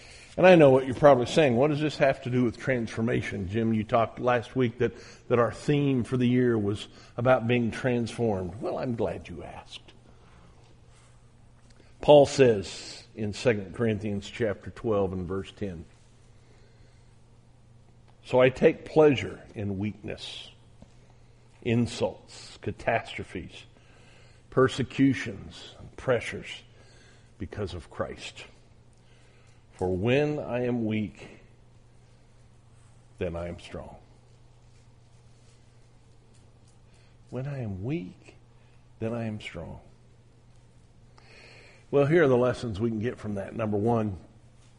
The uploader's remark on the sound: on January 10, 2021 at the Southwest Church of Christ in Omaha, Nebraska